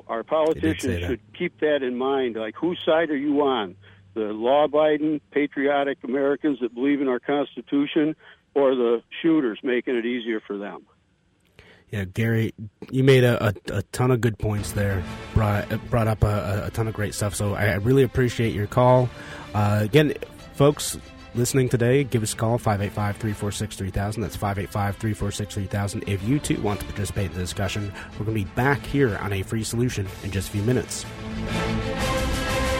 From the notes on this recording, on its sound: Got several phone calls.